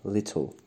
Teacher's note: اولیش کلمه لیتل هست که من لیتل شنیدم، که خب بهتره توی این سرعتی که شما داشتین میخوندین به صورت لیتل، یعنی یه ای خیلی کوچیکی بعد از ت شنیده بشه، لیتل. و کلمه بعدی هم اگز هست، eggs نه eggs.